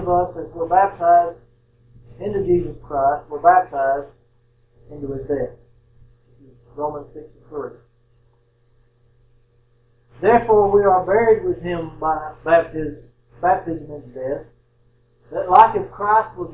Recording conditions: poor sound quality